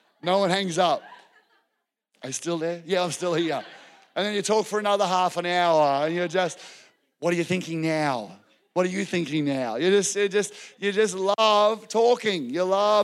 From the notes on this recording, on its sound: This was recorded in our Melbourne East service on the 5th of February, 2023